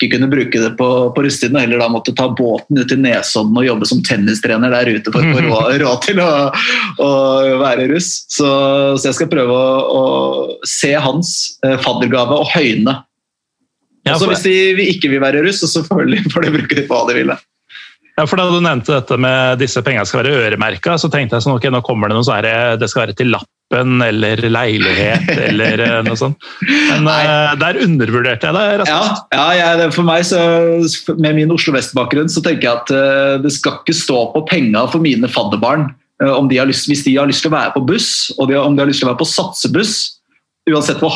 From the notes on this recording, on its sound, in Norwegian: tar seg en Zoom-prat